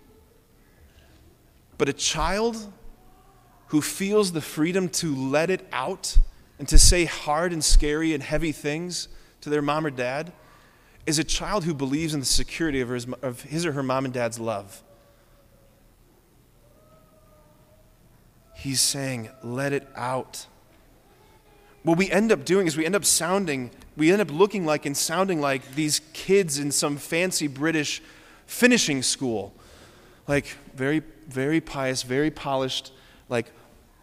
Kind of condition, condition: setting, large echoing room